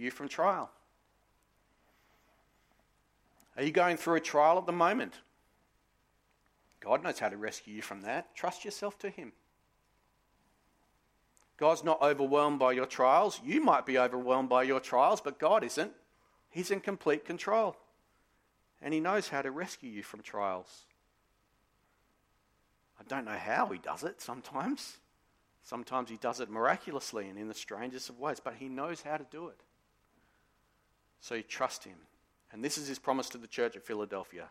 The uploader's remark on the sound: Sermon recorded live from Morley Baptist Church